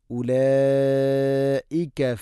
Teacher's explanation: ഉലൈക മദ് മുത്തസിൽ നിർബന്ധമായിട്ടും നീട്ടേണ്ട മദ്ദ്, നാലോ അഞ്ചോ ഹർക്കത്തിൻ്റെ തോതിലത് നിർബന്ധമായിട്ടും നീട്ടണം